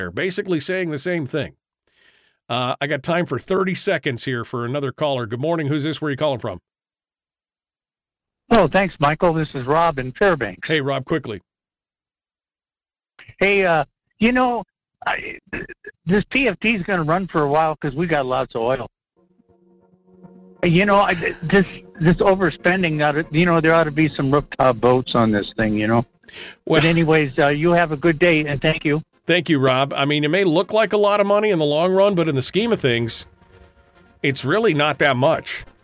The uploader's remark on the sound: we'll recap with a phone call or two